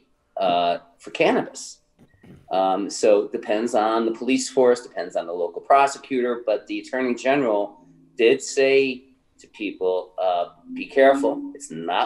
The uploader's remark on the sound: Sit down for a Zoom chat. This interview was recorded 48 hours after the Presidential election on Cannabis Chat Live.